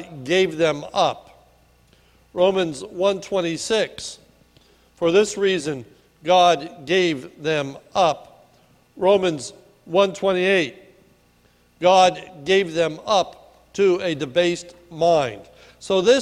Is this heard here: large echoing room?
yes